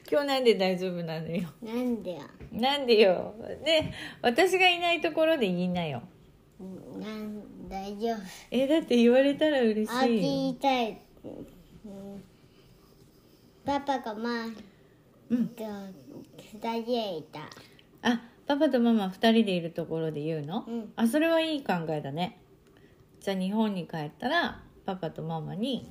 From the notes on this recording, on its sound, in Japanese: 日本から私の住むアメリカ東海岸に遥々遊びにくてくれた「特別ゲスト」との素敵な時間を残したくて収録に臨みました。録音を聞きかえすと、背後には、私がカレーを煮込むお鍋からの音が聞こえます。